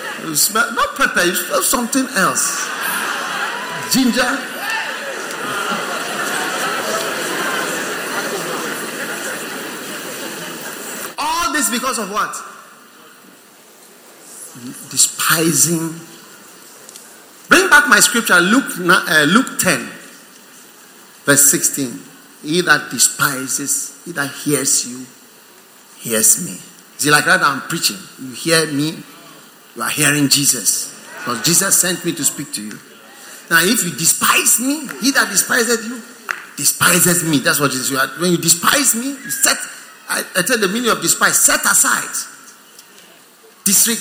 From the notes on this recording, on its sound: Preached at the First Love Center, Accra.